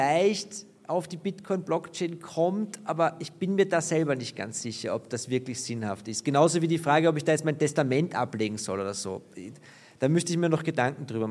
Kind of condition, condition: setting, busy venue